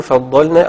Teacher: فخروج الضاد بالاستطالة، باستطالة المخرج وبرخاوة الصوت بتاعها